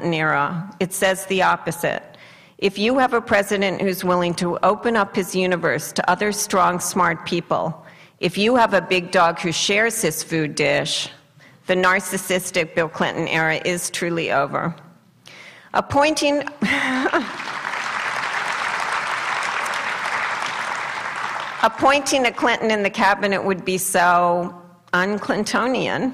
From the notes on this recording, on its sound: addresses an audience at UC Santa Barbara